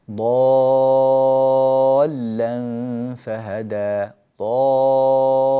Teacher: حرف اللام لا تقول ووجدك ضالا، اللام لا تطول زمنها، ضالا فهدى، ضالا هكذا، فلا تزود الزمن في اللام، فإن هذا لا يصح